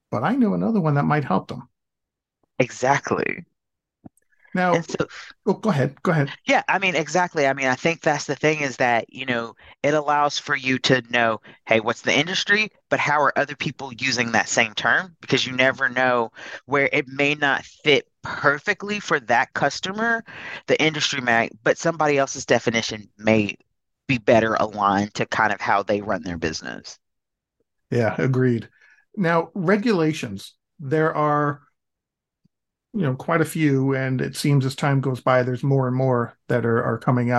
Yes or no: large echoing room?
no